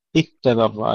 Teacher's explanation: إذ تبرأ، هنا الإدغام، اتبرأ إدغام الزال في التاء لأبي عمرو وهشام وحمزة والكسائي وخلف